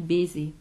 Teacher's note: So you would close both syllables to harmonize the vowels. · Term: vocalic harmonization